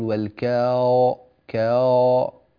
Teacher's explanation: تصير الألف نصفها مرقق ونصفها مفخم، وهذا غير صحيح · Term: الاستعداد بالتفخيم قبل موعده